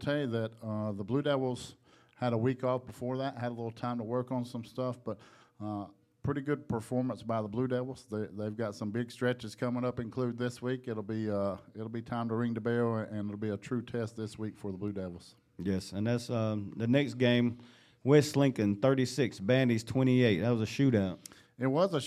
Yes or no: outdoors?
no